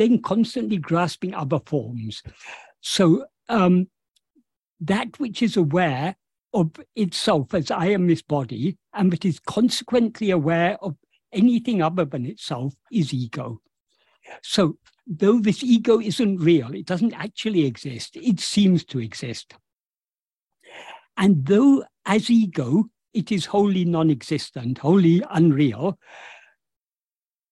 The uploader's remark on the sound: In a Zoom meeting with the Ramana Maharshi Foundation UK.